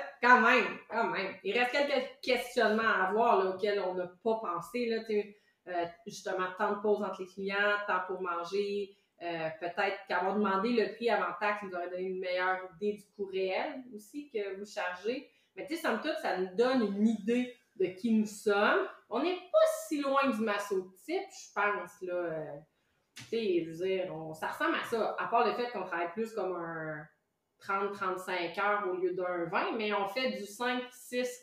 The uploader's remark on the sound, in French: On a encore des problèmes de sons. Pour se faire pardonner de la qualité audio.